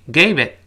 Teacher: 最后那个 t 失去爆破。Gaveit，舌尖顶住憋住气。Gaveit。然后，就是 newto，TO，在这边的 t，t，t，t，还是元音弱化，因为介词嘛，不重读了。U 也变成 a，t，t，t，就是 new boyfriend 还是她的那个新的男朋友，结果把钱给她花了。那个 new，还是英国人强烈的有个耶的声音，就是 new，美国人觉得转圈儿费劲，直接就 new，new，new，就更